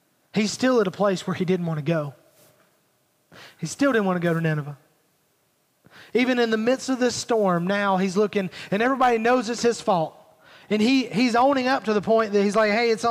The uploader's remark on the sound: Recorded at Highland Baptist Church Molino FL